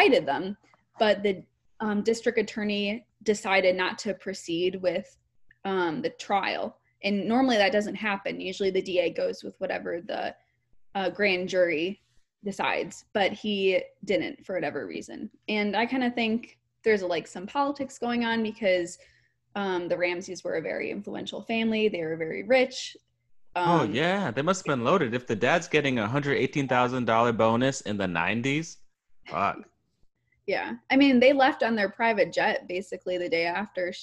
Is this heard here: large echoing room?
no